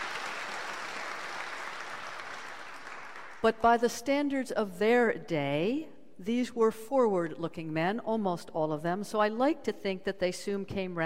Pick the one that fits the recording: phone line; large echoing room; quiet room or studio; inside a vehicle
large echoing room